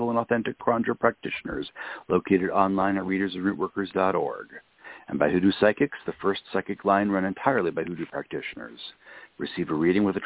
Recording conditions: phone line